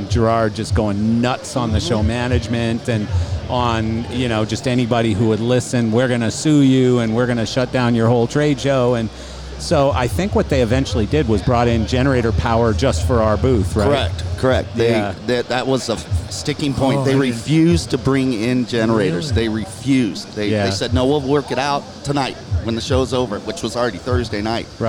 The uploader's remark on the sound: This episode was recorded live on Martin's booth at LDI 2019!